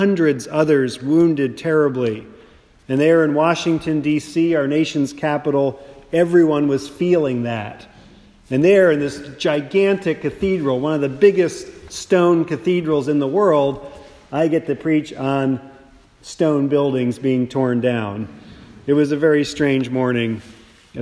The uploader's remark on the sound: a Sermon preached at St. Mark’s Austin